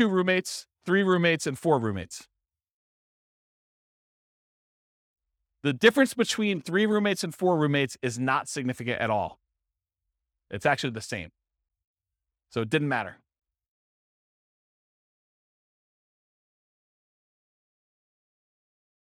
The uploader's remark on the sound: This was a live class recorded